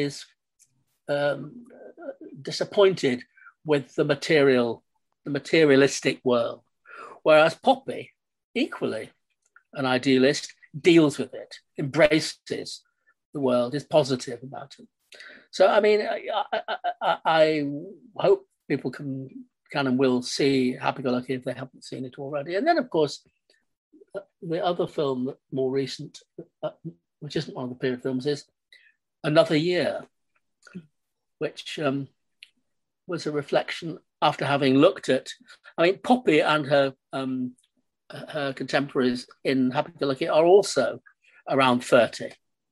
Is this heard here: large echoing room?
no